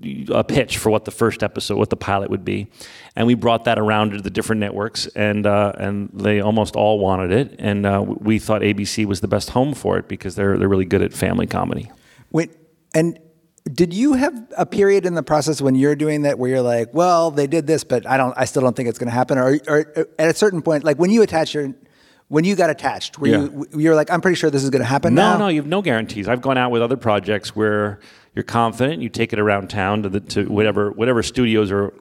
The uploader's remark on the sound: on stage at NYC Podfest